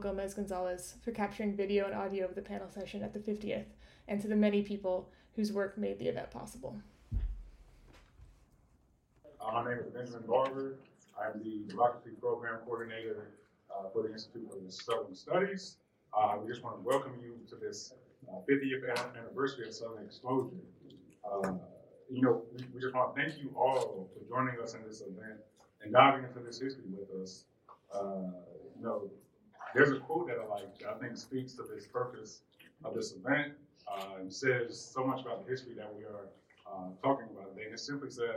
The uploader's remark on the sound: A panel recorded live at the fiftieth anniversary celebration of Southern Exposure magazine, held in March at the University of North Carolina Chapel Hill’s Wilson Library.